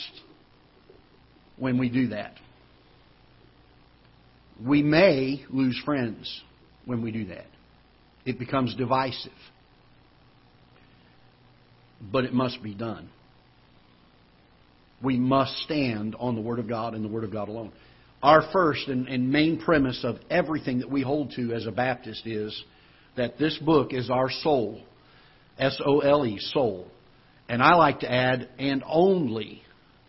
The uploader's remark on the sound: Ketha Heights Baptist Church ~ Live Broadcast